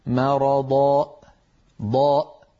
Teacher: إذا قلنا ضاء وقفلنا الوترين الصوتيين خرجت همزة